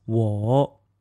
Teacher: For example, I in Mandarin is 我. You can hear that it starts low, dips, and then rises · Term: third tone